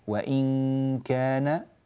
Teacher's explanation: نون ساكنة بعدها كاف والكاف مرققة فرققنا الغنة